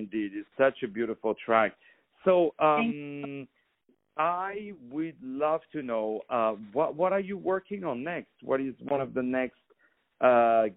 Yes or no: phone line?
yes